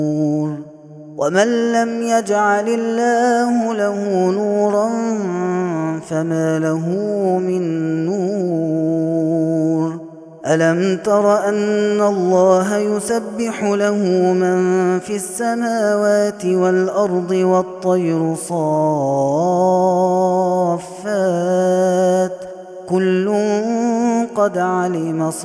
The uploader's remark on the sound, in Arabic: هذا التسجيل من صلاة التراويح